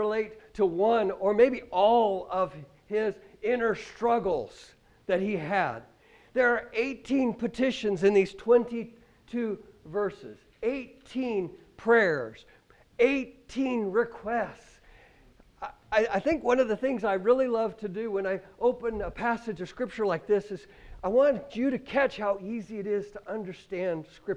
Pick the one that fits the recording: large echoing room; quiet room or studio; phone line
large echoing room